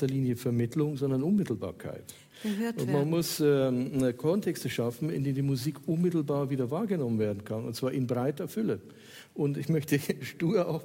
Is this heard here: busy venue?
yes